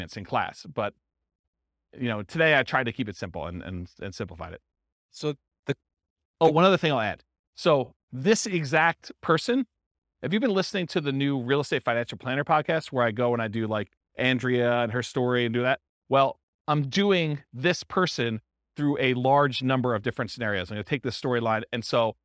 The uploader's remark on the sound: This was a live class recorded